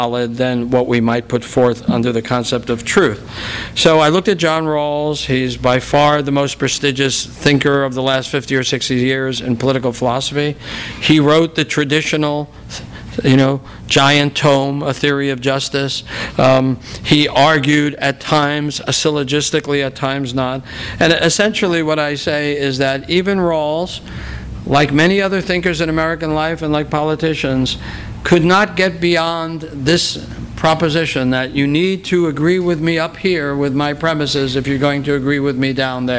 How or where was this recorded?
live audience